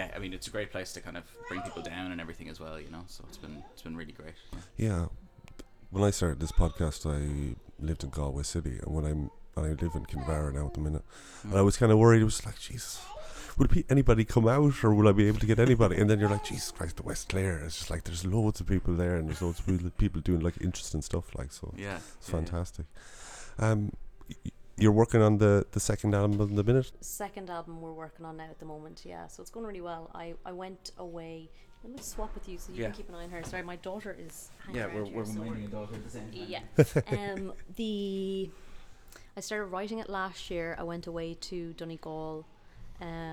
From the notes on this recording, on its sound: Invited to the Hedge School festival down in Doolin to interview some of the line-up. Hedge School is an artist run, not for profit festival for those who need to create. With music and literary workshops during the day and live performances at night.